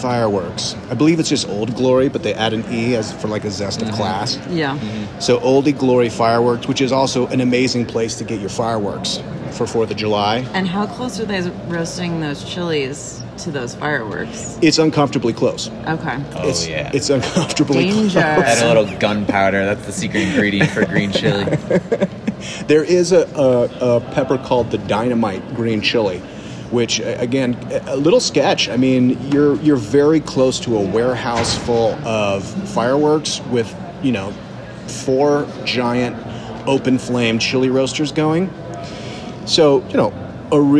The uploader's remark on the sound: Live From Podcast Movement 2023 in Denver. Coming to you live from the Podcast Movement Conference.